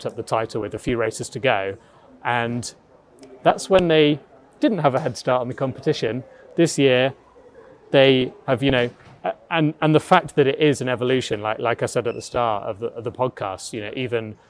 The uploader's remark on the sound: We're coming to you live from Red Bull's launch